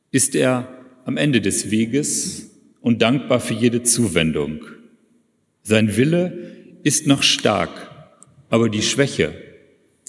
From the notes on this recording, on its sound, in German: predigt in einem Gottesdienst mit Kantorei, Taufen und Abendmahl